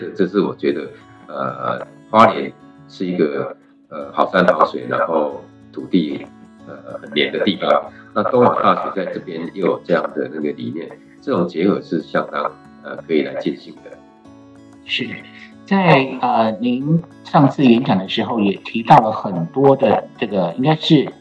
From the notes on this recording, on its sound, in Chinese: 本次採線上會議錄音，音質較為粗糙，敬請見諒!